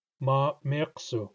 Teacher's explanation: Whereas in ma-mirso, ma-mirso, the breath stops very briefly at the beginning of each glottalized M